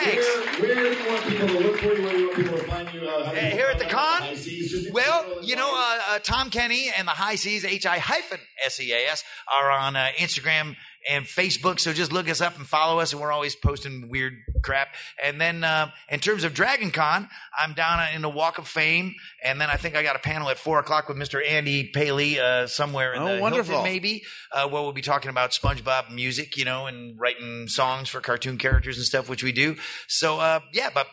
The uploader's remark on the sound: Recorded live at Dragon Con 2018.